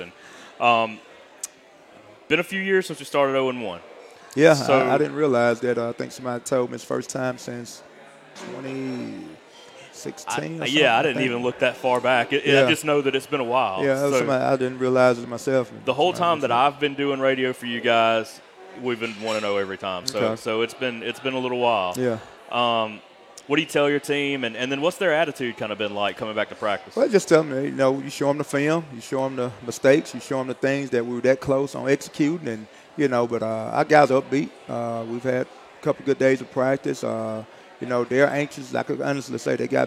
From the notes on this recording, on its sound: Recorded live from Walk-On's Bistreaux & Bar.